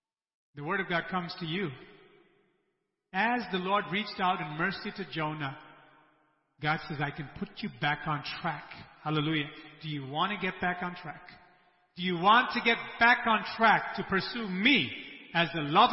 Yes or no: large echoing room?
yes